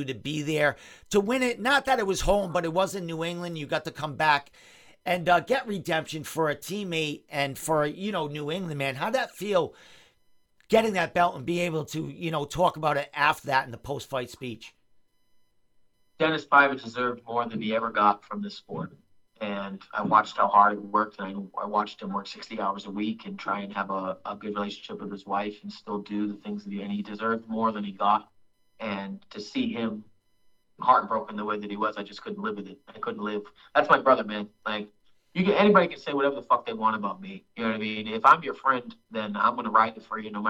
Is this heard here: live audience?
no